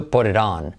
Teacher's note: la T se convierte en una R suave